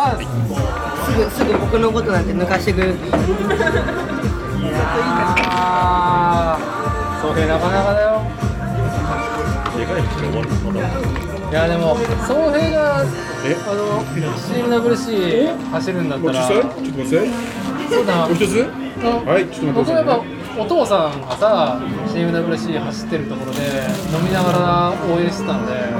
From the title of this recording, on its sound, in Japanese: 屋外収録「Circles 16th Anniv. Party」